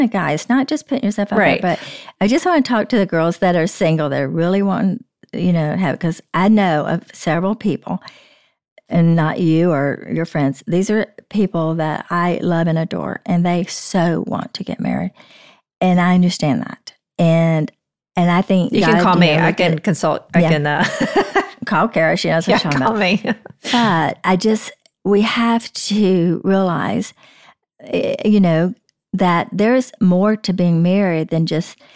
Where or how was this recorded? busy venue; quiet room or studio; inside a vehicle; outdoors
quiet room or studio